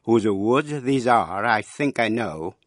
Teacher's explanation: cái nhịp trầm chậm của lối thơ hai âm tiết, âm đầu nhẹ, âm sau mạnh. Mỗi câu bốn nhịp gọi là iambic tetrameter.